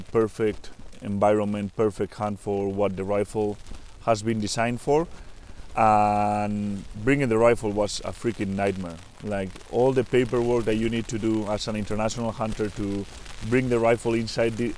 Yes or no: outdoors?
yes